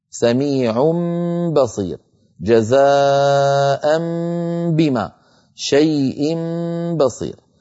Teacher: ونرى الصورة التي تبين شكل الشفتين عند نطق الميم المنقلبة عن نون، ويكون بانطباقهما على بعضهما دون مجافات ولا كز، لا نجافي ولا نكز الشفة على أختها.